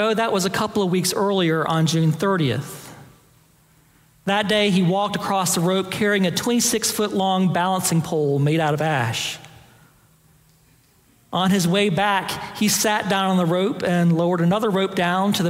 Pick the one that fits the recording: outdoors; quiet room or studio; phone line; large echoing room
large echoing room